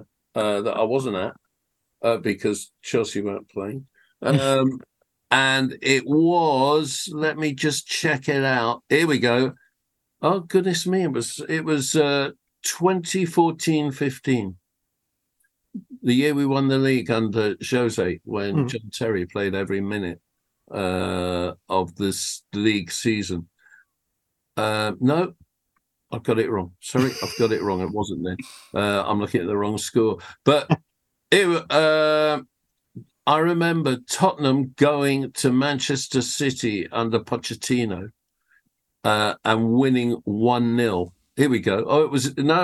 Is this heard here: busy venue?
no